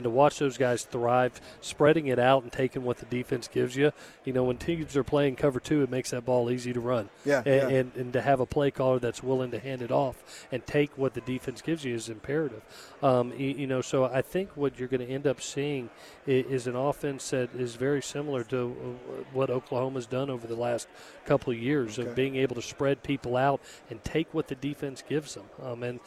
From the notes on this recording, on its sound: live from Pac-12 Media Day